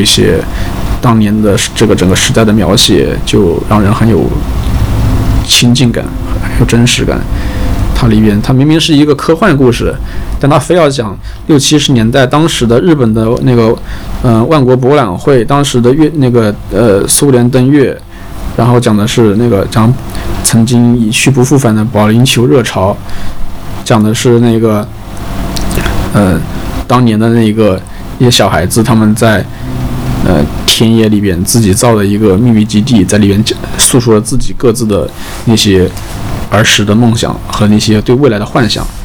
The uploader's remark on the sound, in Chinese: 友情提示：本期背景噪音比较大，请大家酌情收听